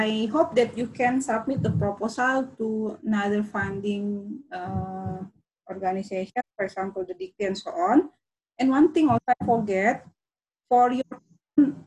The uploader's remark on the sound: zoom meeting